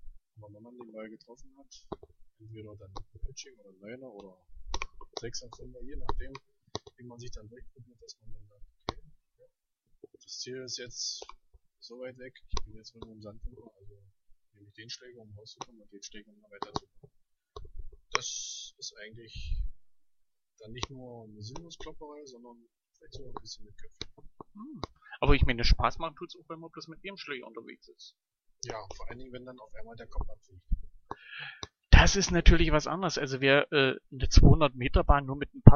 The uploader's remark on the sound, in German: Wir bitten also, die Tonqualität für unsere Pilotfolge zu Entschuldigen.